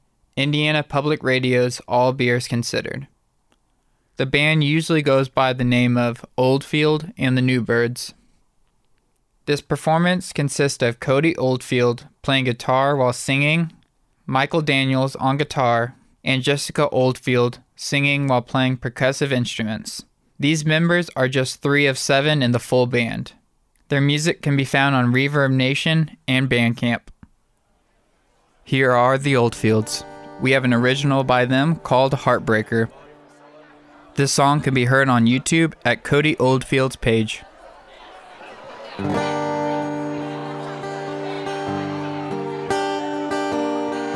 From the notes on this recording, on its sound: performing at the 2018 Virginia Avenue Music Festival in Indianapolis